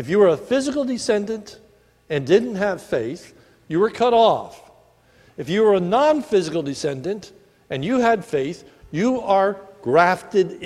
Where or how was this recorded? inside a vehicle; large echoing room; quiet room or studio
large echoing room